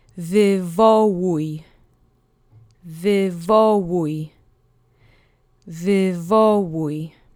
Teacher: The accent goes on the penultimate syllable